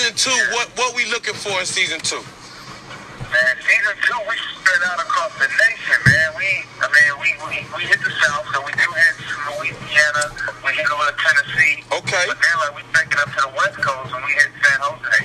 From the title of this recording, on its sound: Phone call